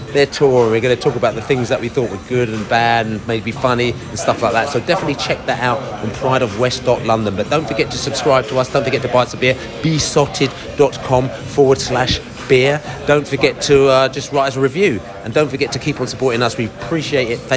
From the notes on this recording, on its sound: Brentford US Tour. Post-Match Washington podcast from the stands.